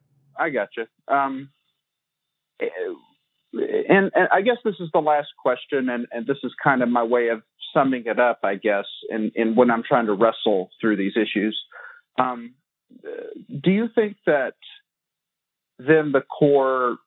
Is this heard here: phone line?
yes